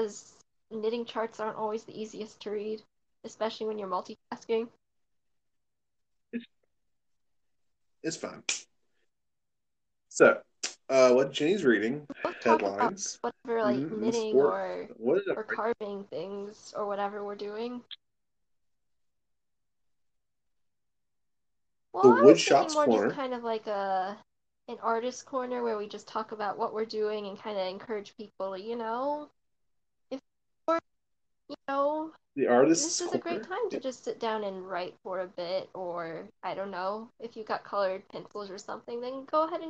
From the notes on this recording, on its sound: Sorry the audio is janky